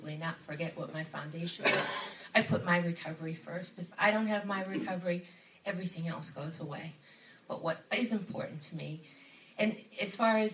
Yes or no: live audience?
yes